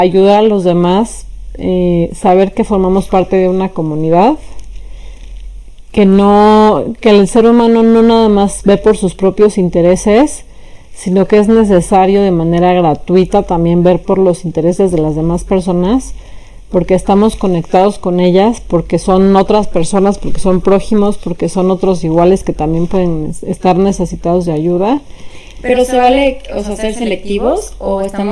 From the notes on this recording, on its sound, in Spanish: Perdón por la mala calidad del sonido.